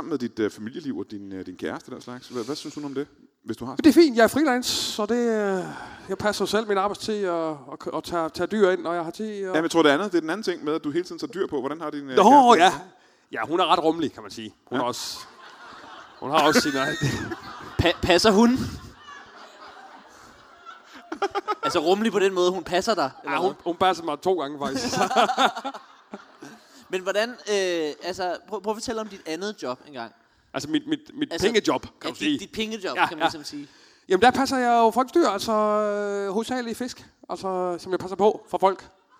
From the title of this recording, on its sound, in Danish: LIVE fra Portalen i Greve